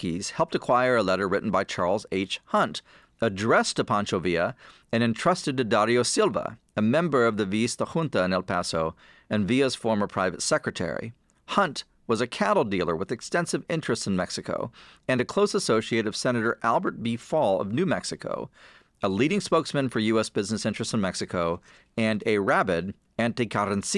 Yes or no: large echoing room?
no